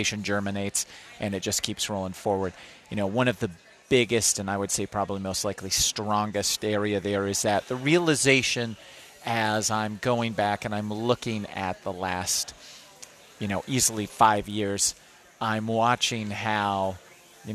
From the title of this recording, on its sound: Live From Smokey Row!